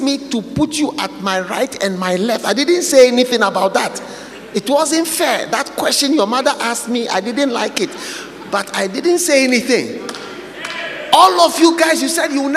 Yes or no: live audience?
yes